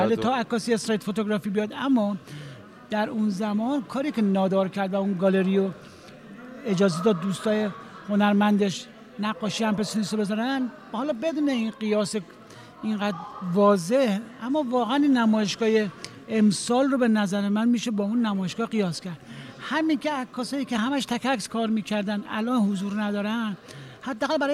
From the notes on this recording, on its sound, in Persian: این گفت و گو در پخش زنده و خانه هنرمندان ایران ضبط شده است.